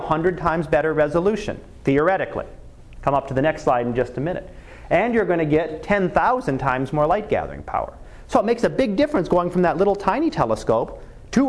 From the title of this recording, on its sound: Live Class Lecture